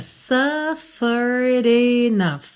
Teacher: Cuidado para não dizer suffered, tá? Esse suffered termina com ed, mas o e final não é pronunciado.